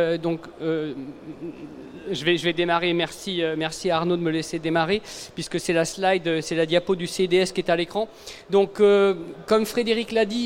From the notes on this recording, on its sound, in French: Conférence donnée au salon BRADIS